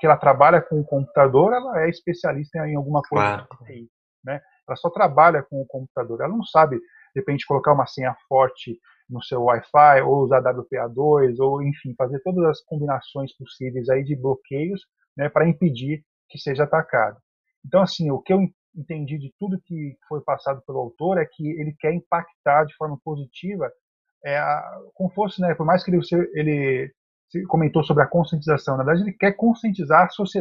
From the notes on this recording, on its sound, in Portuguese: apresentamos o áudio do Webinar